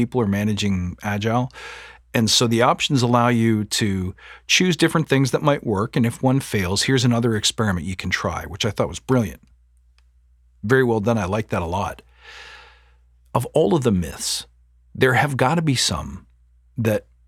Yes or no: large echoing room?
no